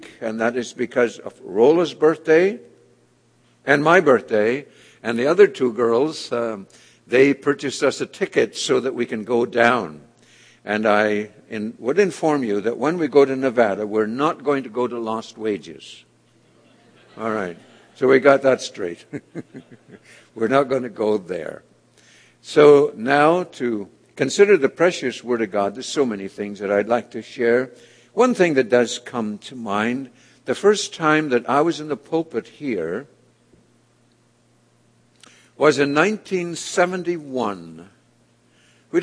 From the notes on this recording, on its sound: was delivered at The People’s Church of Somerville, NB